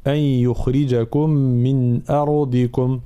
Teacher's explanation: ثم في قوله تعالى أن يخرجكم من أرضكم، ترقيق الهمزة وتفخيم الراء ثم بيان كسر الضاد